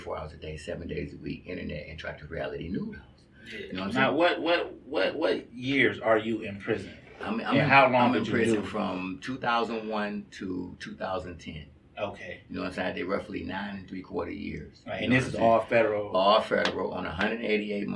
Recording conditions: echo